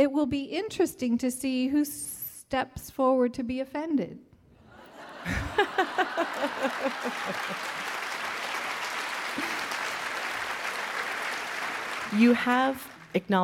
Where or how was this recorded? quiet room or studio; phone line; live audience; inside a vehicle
live audience